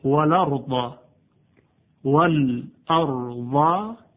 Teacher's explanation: ببینید وال ا در روایت ورش اینطوری خونده میشه والا، یعنی چه؟ یعنی حمزه رو حذفش میکنن، حرکتش رو میدن به ساکن قبل از خودش، وال ا میشه والا. · Term: نقل حرکت حمزه